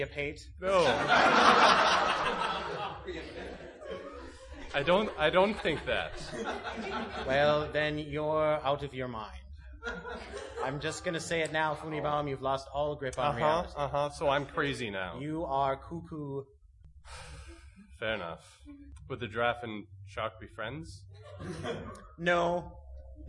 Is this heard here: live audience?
yes